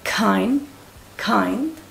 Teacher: Cuando la digáis, acordaros de poner esa aspiración en la primera consonante